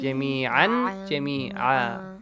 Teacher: when you stop, the tanween fatha will be changed to alif fatha